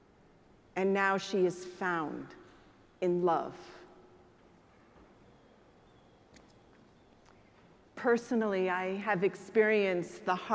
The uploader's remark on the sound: preached at the celebration of the Holy Eucharist on the Fourteenth Sunday after Pentecost.